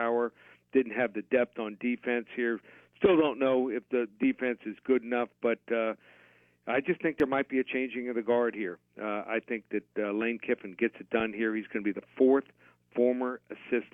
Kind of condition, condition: link, phone line